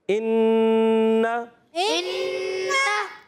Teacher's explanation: ज़बर तो है उसके बाद अलिफ नहीं है तो खींचेंगे नहीं